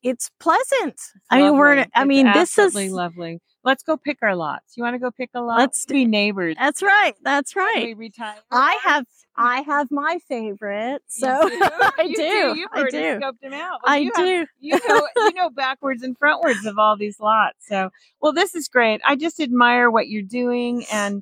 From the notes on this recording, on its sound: Explore the stunning Sendera Vista subdivision as we chat on location.